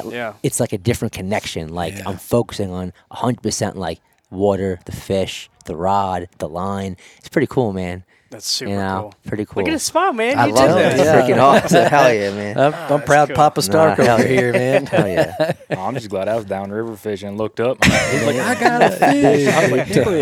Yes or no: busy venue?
yes